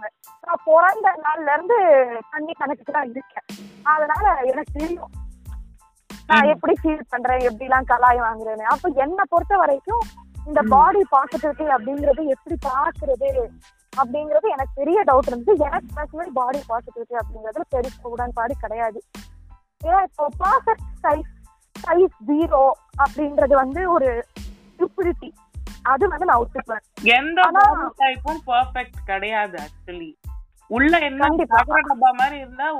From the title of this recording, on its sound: Random phone call